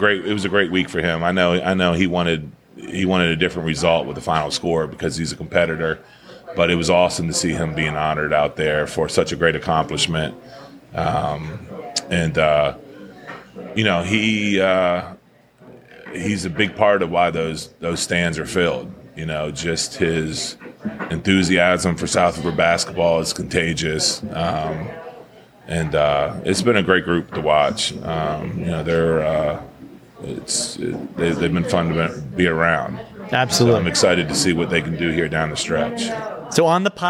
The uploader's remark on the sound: Recorded each week at Chad's BBQ in Edgewater, MD. Recorded each week at Chad's BBQ in Edgewater, MD.